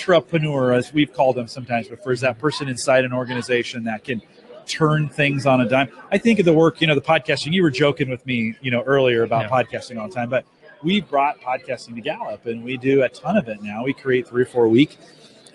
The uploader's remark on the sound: Live from Infotec 2016